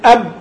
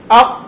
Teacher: إن الاعتراض هنا للنفس اعتراض كامل وانحصار كامل في مخرج الإيه الحرف، وليس الكلام عن المخرج وإنما كيفية انحصار الصوت فيه أو جريان الصوت أو توسطه.